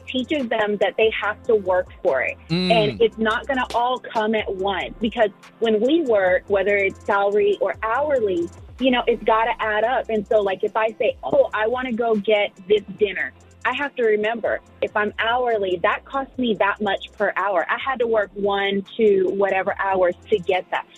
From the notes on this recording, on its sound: Listeners call in with some creative ideas! 94.9 KLTY.